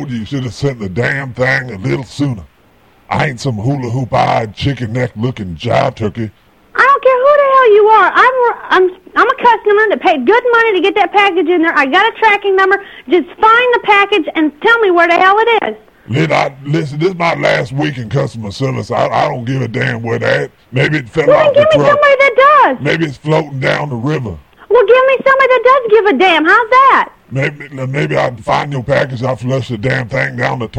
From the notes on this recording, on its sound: Prank Phone Calls